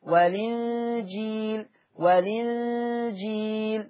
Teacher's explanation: لما هعمل النقل هتبقى المنطوق لام مكسورة